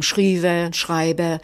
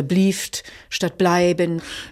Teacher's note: wir haben Frikativlaut, wie wir sagen, also W oder F, äh, wo wir hochdeutschen B haben.